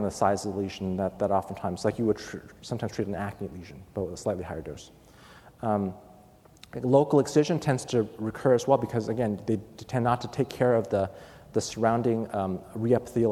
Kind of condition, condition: setting, busy venue